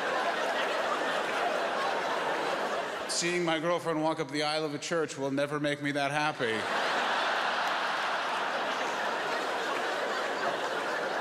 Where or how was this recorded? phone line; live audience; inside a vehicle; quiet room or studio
live audience